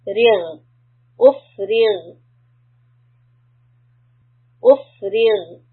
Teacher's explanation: را كسرة. ري is soft. That means my tongue should be all down.